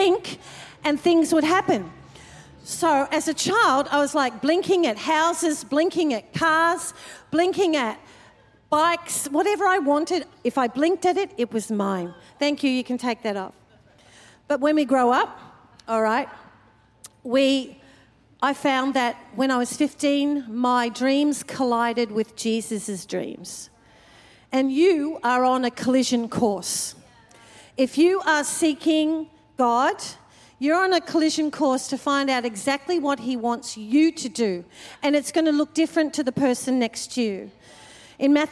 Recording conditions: large echoing room